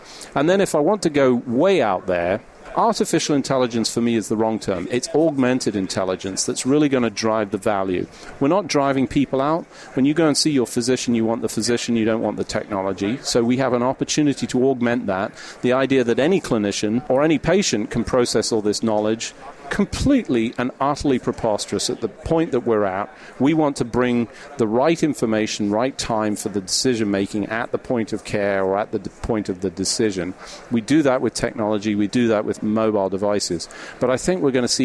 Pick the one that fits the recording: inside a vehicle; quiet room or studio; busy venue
busy venue